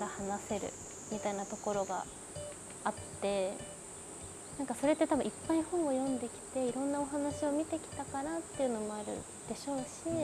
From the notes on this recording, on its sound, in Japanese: 滝行を終えて森の中からお届け。